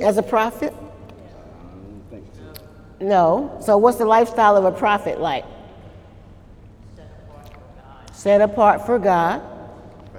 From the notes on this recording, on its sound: During Wednesday night service on October 1, 2018